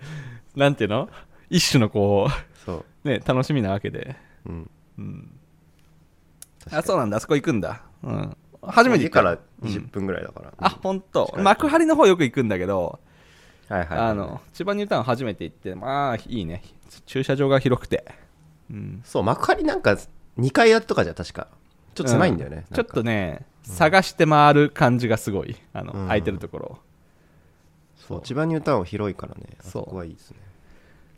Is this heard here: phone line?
no